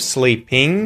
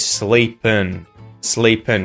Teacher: we're going to turn the ing into an un sound instead of an ing sound. · Shown in: second take · So instead of sleeping, he said sleepin, sleepin.